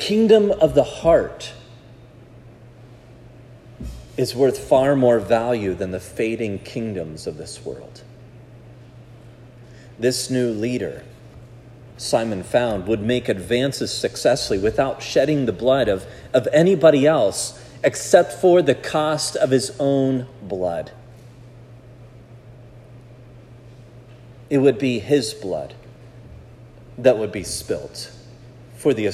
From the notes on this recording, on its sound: This sermon was preached at Providence Church